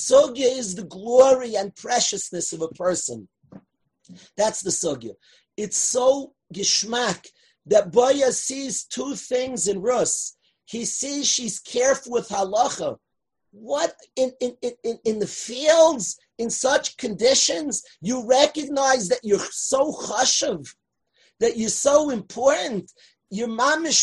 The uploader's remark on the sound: From last year's zoom shiur - on Torah anytime!